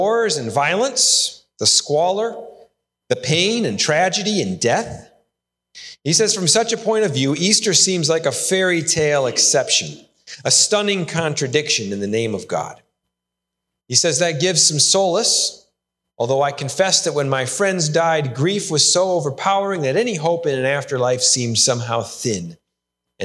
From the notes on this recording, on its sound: Sermon recorded live AT HOLLAND FMC! The service was held indoor with many adjustments to provide a safe experience.